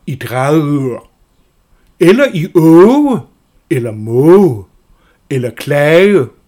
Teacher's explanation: Når man taler et blødt G, ikke som i G godt, hvor det er en konsonant i almindelig forstand, men det bløde bagtunge G